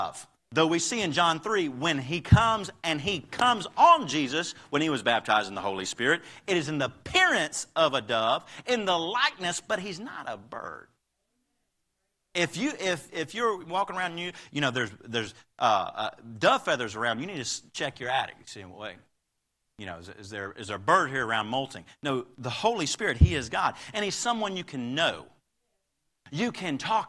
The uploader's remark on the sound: Live Service